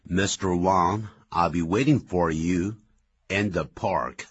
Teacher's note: 在美式英语，他把这个 r 结尾的这个音呢是发的比较重的